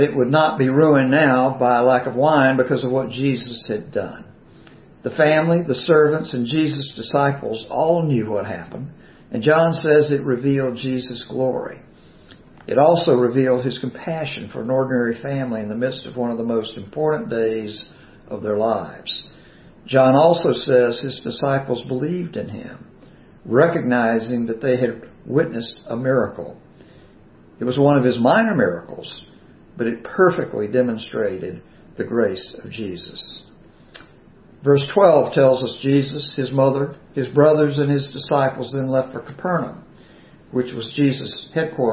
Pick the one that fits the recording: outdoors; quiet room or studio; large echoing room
large echoing room